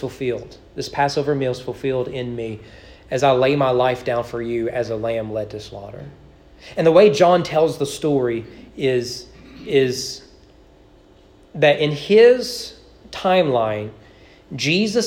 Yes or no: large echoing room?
yes